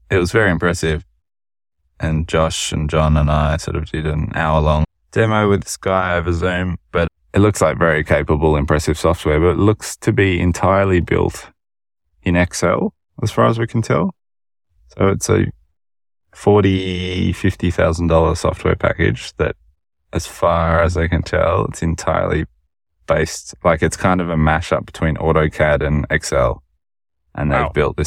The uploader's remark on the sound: stuck in the car at home so please excuse the poor audio this week!